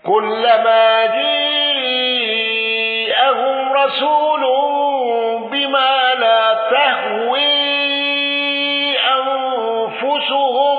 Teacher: الداجني عن هشام بإمالة جاءهم واندرج معه ابن ذكوان